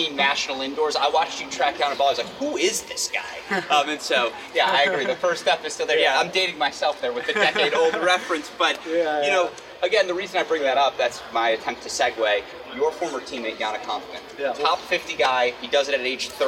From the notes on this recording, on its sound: live from the Cranbrook Tennis Classic